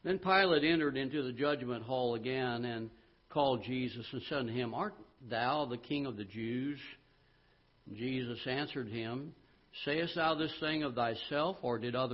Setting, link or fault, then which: setting, large echoing room